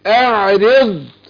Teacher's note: من أقوى الحروف، حرف مستعلي مطبق مستطيل